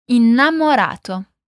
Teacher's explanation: Innamorato tem dois N's. E por isso vamos dizer um som demorado, um som alongado. Então, podemos dizer primeiro in e depois namorato.